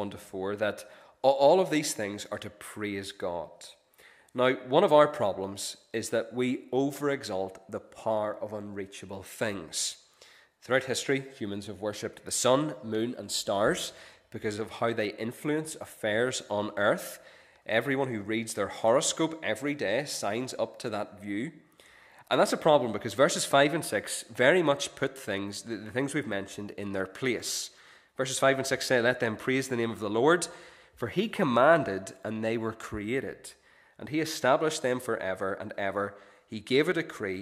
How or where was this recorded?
large echoing room